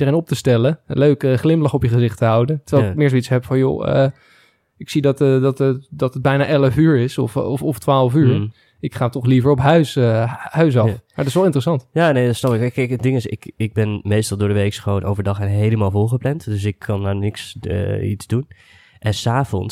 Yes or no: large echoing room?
no